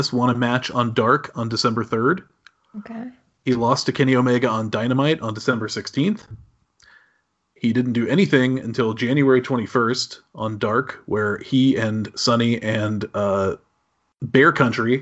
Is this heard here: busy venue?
no